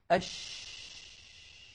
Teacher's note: آه، الشين لم تقل العرب أش لأنه لو كانت ساكنة أش الصوت ماشي والهواء منطلق ما في حاجز منغلق